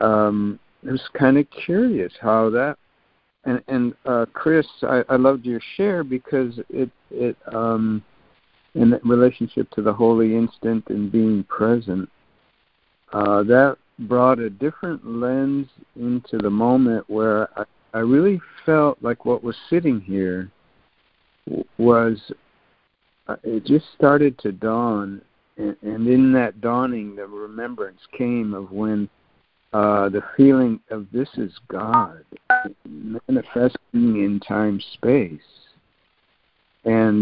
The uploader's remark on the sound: ACIM Daily Conference Call.